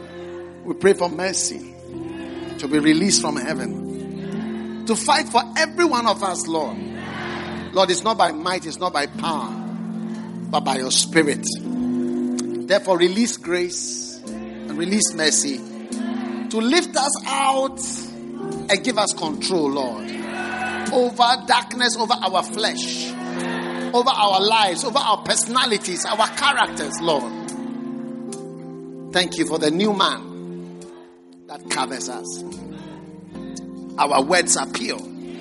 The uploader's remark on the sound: Preached at the Gathering Service, First Love Church.